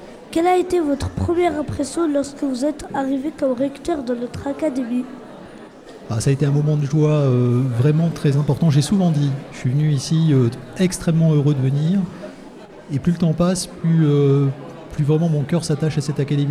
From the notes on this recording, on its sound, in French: Emission réalisée en direct et en public à l'occasion des 60 ans de l'académie de Reims.